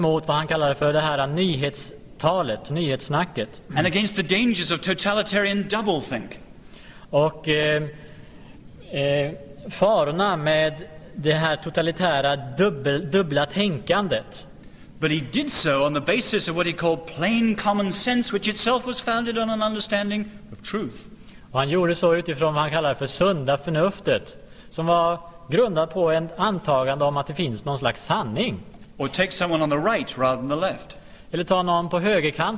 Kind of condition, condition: setting, large echoing room